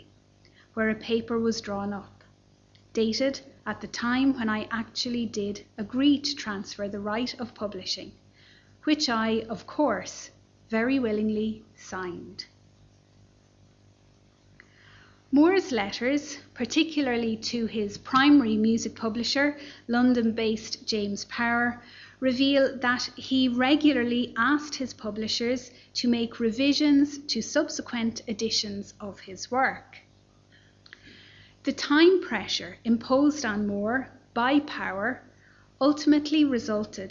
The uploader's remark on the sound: Library Lunchtime Lecture. This lecture series accompanied our exhibition 'Discovering Thomas Moore: Ireland in nineteenth-century Europe'.